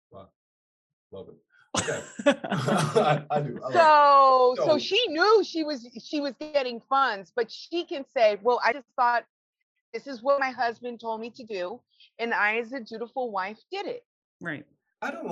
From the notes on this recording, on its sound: joins us in the BMB Zoom Room